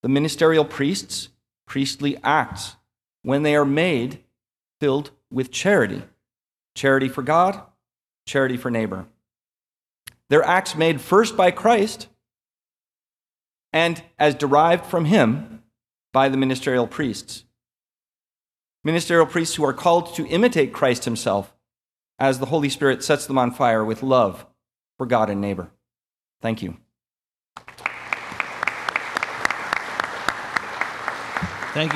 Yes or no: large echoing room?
yes